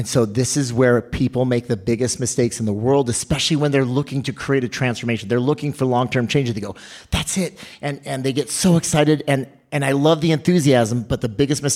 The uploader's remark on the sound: Our first LIVE podcast. Today’s show is brought to you LIVE from Buckeye. Speak to an audience and record the show at the same time.